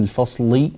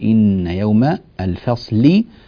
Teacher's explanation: لا طبعا، إنما نرقق اللام فنقول إن يوم الفصل، ولا يتسبب وجود الصاد في تفخيم هذه اللام · Shown in: second take · اللام هنا مكسورة مرققة، جاء قبلها صاد مفخمة